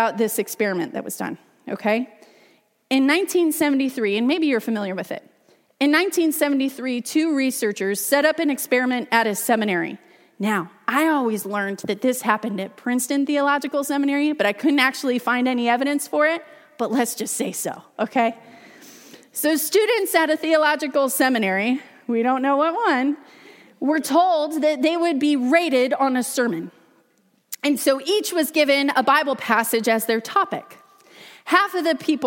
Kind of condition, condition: setting, large echoing room